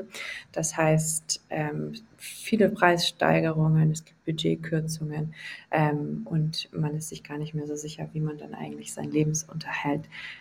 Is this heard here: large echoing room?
no